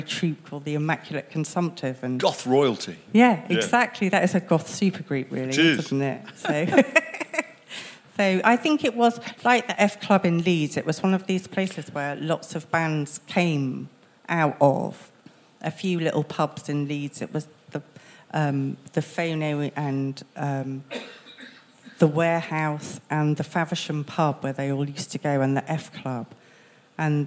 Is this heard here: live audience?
yes